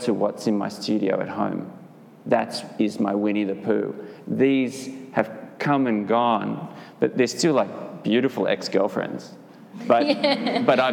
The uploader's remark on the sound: This interview was done live at a meditation of The Broad Place